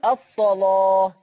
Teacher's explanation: صاد مفتوحة ورش يغلظ اللام يقول الصلاة